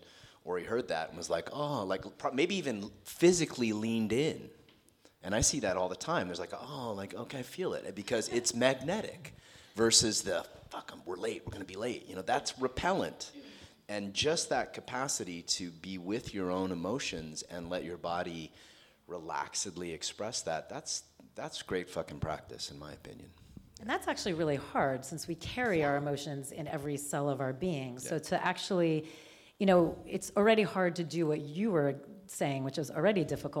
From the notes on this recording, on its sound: For our latest DENtalks LIVE: All the Feels Mastering Sex and Relationships Panel!